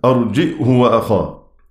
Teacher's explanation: يقرأ كلمة أرجه بهمزة ساكنة بين الجيم والهاء، يحقق الهمزة أرجئه وأخاه.